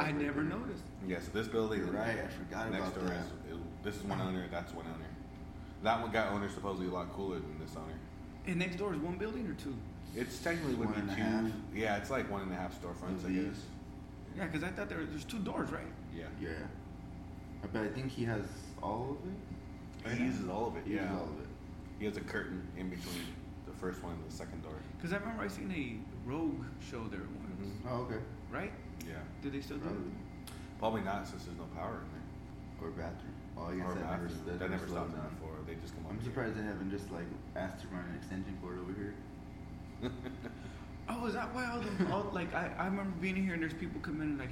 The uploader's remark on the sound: recorded in the one & only Spokeasy Public House